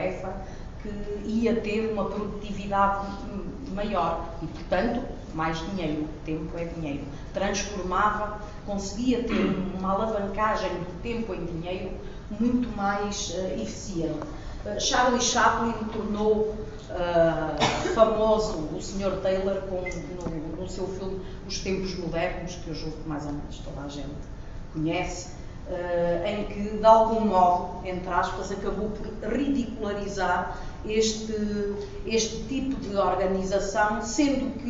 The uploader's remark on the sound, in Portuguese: Audio da primeira comunicação das XVI Jornadas de Boas Práticas Lean.